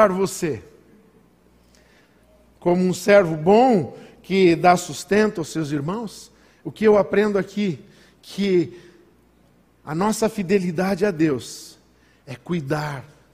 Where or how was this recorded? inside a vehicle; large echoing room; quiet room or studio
large echoing room